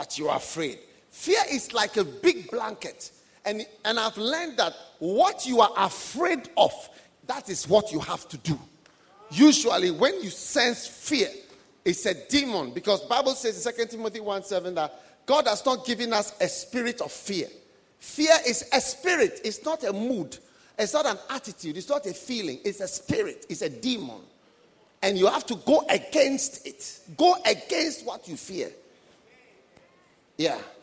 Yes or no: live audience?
yes